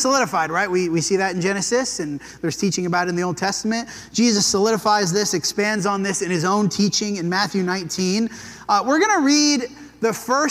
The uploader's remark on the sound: This sermon was preached at the Dewey Church of Christ on July 16, 2023.